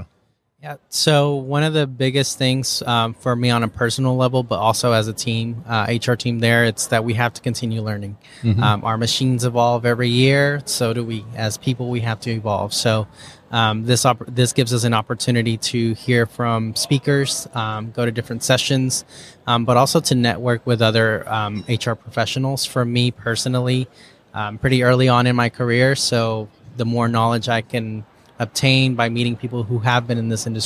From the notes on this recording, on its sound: LIVE at the Business RadioX® remote at SOAHR 2023